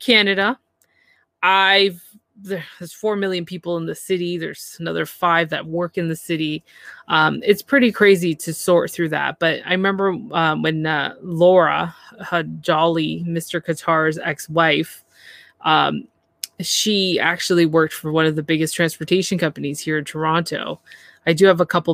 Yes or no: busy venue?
no